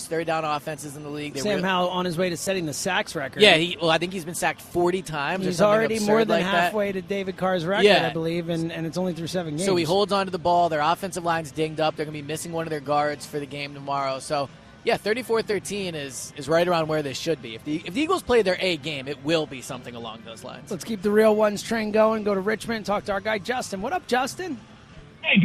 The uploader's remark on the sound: live at Parx Casino